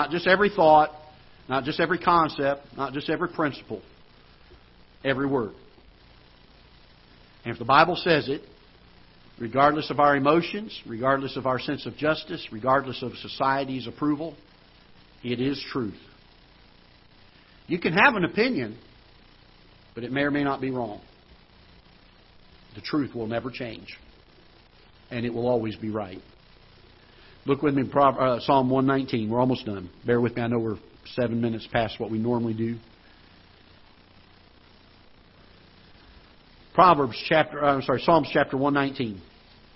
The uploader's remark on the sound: Ketha Heights Baptist Church ~ Live Broadcast